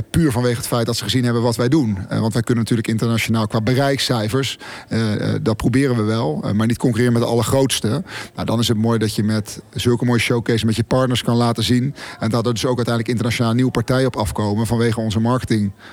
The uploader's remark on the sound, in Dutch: Sponsorringen Special vanuit de AFAS LIVE.